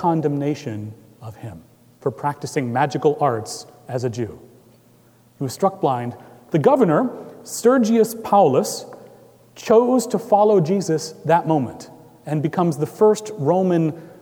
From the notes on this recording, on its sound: Recorded live on July 1, 2018 at Trinity Presbyterian Church in Bixby, Okla.